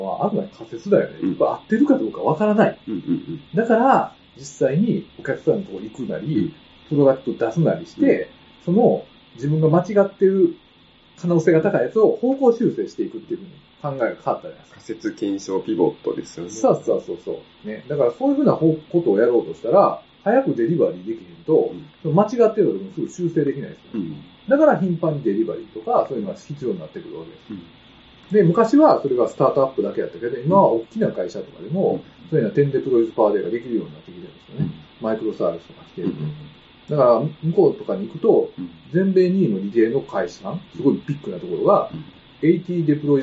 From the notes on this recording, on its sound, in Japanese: 録音環境が悪くてちょっと聴き取りづらいですね。ごめんなさい。